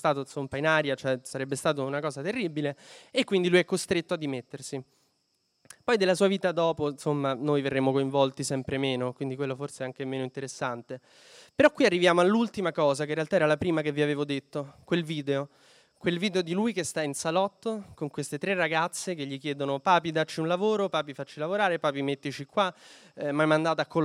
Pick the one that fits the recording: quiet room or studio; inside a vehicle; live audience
live audience